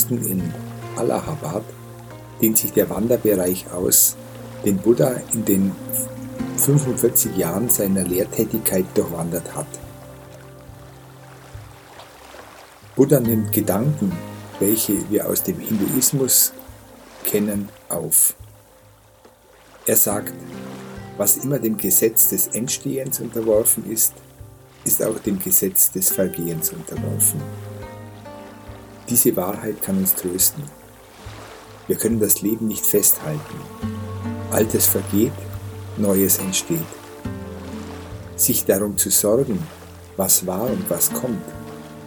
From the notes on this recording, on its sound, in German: In dieser Folge hörst du eine Aufnahme, die ich auf dem Ganges in einem Boot im Regen gemacht habe. Die hochwertige Audio-Aufnahmen, die ich hier in Indien gemacht habe umfasst das volle hörbare Klangspektrum.